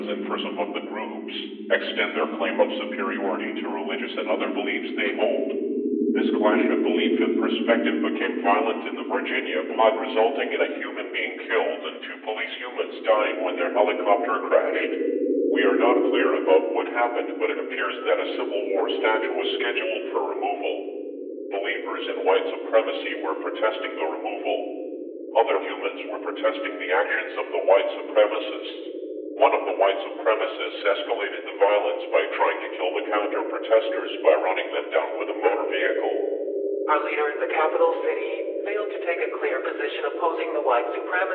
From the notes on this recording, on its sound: the quality of the transmissions are still being intentionally distorted